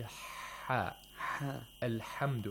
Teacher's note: Alhamd, ha is pronounced from deep in the throat, from the pharynx. The pharynx wall is narrowed down. Mm-hmm. And we have this constriction in the throat. So we say ha, ha, alhamdu.